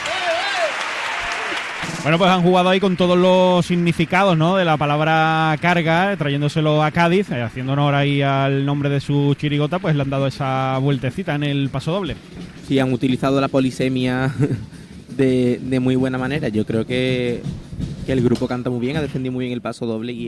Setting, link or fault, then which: setting, live audience